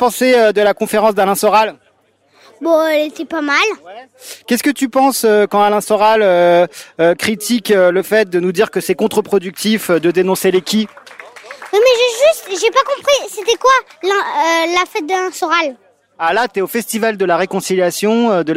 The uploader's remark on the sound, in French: Festival de la réconciliation 2021. Avec son "micro-champêtre" parcourt les allées du festival pour recueillir impressions et avis des visiteurs.